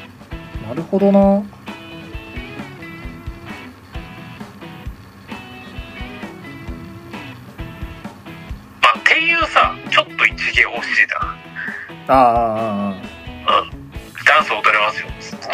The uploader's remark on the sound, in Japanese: 録音機材：iPhone7